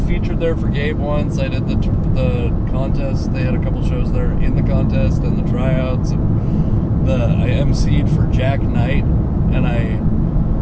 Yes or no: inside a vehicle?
yes